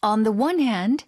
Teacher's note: 그래서 너는 네가 아니라 너를 읽어야 돼요. 원의 워 발음이 반모음이어서 모음을 인정은 안 합니다. 그래서 on the one hand가 맞아요.